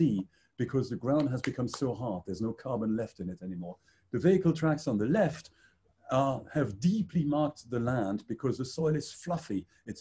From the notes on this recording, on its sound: Excerpts from online panel discussion. Hosted by IIEA Brussels.